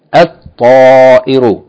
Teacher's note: you don't pronounce the lam. Rather, you merge the lam into the sun letter and double the sun letter.